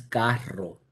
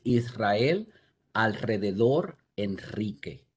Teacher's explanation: The standard pronunciation, like I said, is a multiple vibrant. It's an alveolar sound.